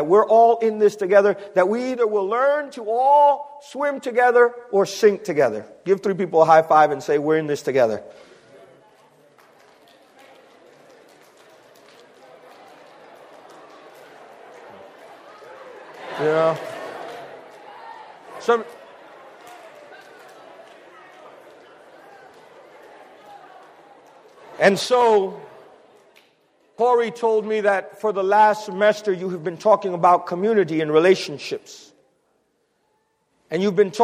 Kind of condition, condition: setting, large echoing room